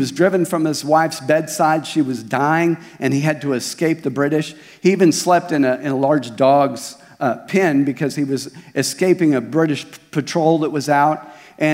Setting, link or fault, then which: setting, large echoing room